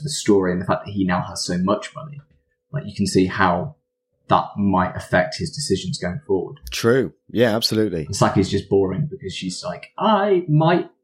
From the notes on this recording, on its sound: Technical mishaps make audio quality very questionable this week